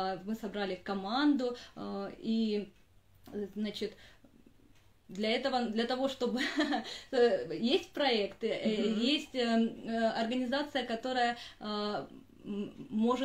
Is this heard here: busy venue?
no